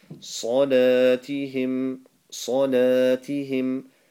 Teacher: Sod is full mouth. And the lam is stretched for a second because of the alif next to it